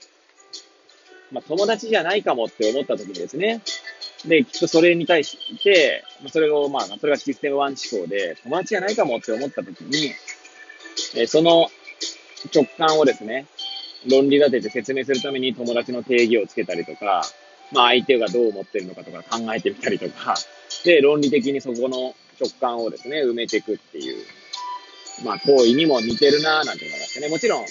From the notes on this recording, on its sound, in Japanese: Airpods を付けた状態で、車中で収録しており、雑音などが入る可能性があり、ご容赦ください。